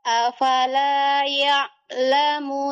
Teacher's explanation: pengucapan ain sukun, suara tidak terlalu ditahan, tidak pula terlalu dilepaskan, tapi pertengahan